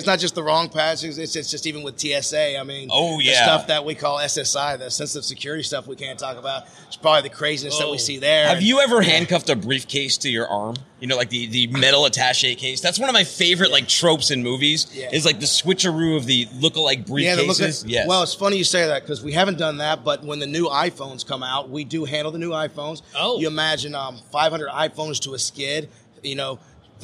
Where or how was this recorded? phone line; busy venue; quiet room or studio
busy venue